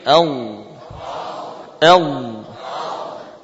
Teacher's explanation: Nah, kalau sudah bisa merasakan bahwa tepi lidah itu menempel pada bagian dalam geraham atas · Term: huruf dhad